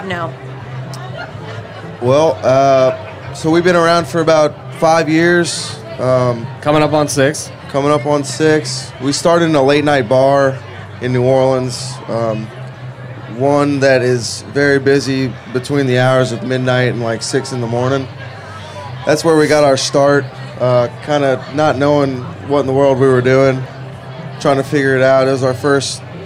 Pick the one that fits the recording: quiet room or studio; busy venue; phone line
busy venue